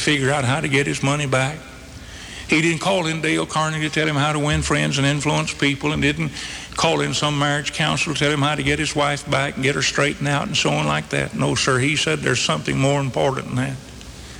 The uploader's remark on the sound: This sermon was originally preached on September 11, 1985 at the Northside Baptist Church in Charlotte, NC.